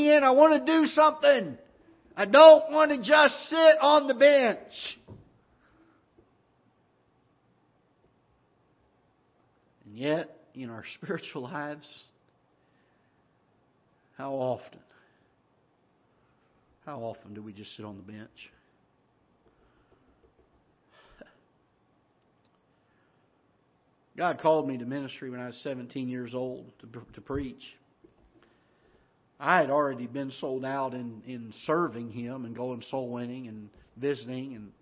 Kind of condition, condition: setting, large echoing room